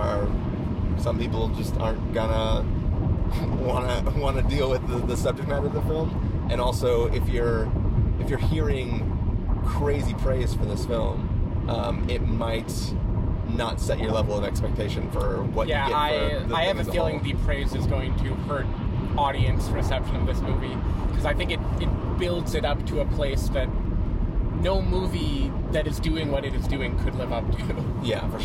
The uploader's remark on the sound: While driving down to San Diego.